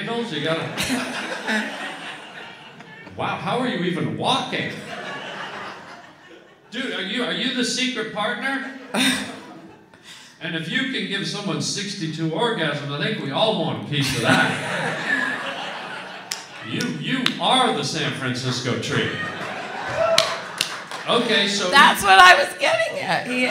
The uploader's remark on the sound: LIVE in San Fran. Records his podcast in front of a live crowd in San Fran.